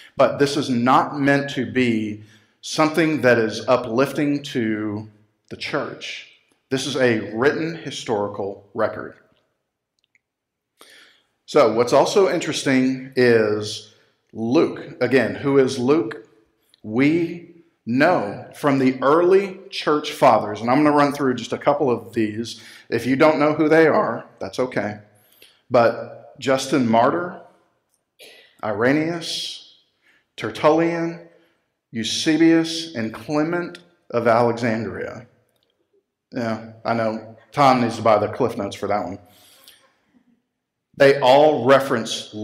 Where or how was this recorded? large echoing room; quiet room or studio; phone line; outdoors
large echoing room